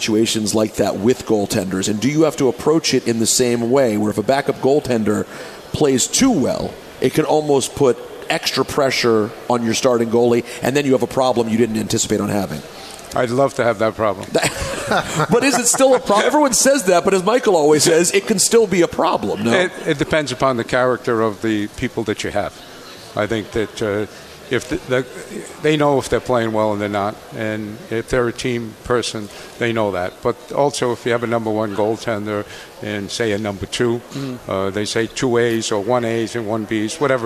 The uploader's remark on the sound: Live from UBS Arena.